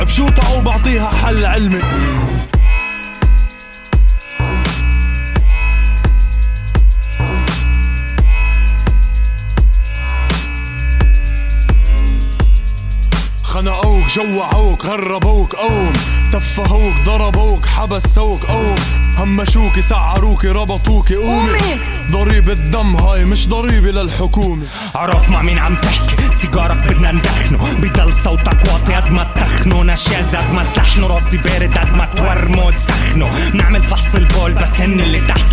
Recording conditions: busy venue